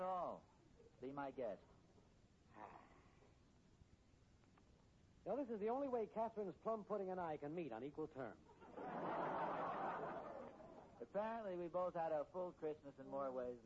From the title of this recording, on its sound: Very Poor Volume